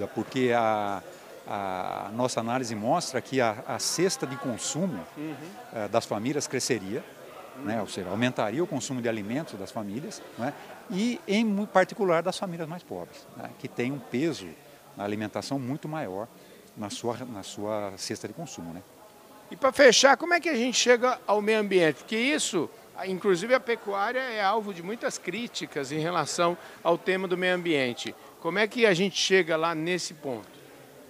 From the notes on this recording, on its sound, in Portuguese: Entrevista, gravada durante o 13* Simpósio Nacional Asbram, que aconteceu em Campinas, nos dias 23 e 24 de Novembro. Os principais pontos estão aqui nesta entrevista, gravada durante o 13* Simpósio Nacional Asbram, que aconteceu em Campinas.